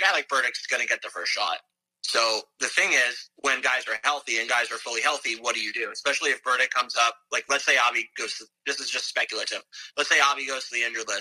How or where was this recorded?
video call